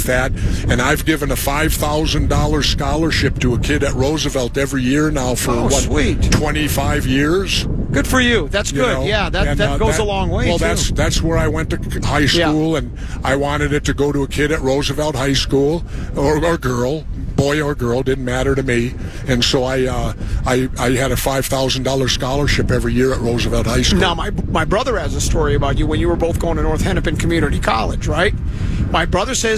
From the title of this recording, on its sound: Live From Vikings Training Camp!